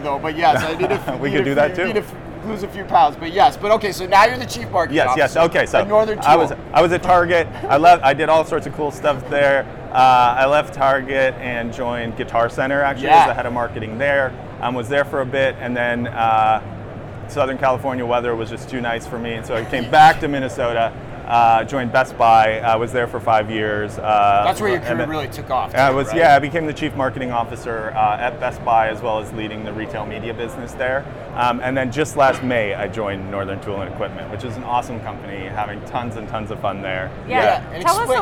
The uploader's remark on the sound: Live From NRF 2024